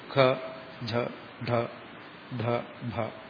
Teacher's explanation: ഗ ജ ഡ ദ ബ, ഇതിനെ മൃദു അക്ഷരങ്ങൾ, അത് ഉച്ചാരണത്തിലും അങ്ങനെയാണല്ലോ. നാലാമത്തതിന് ഘോഷം എന്ന് പറയും, ഘോഷാക്ഷരം. അതിത്തിരി ഘോഷിക്കുന്നതാണ്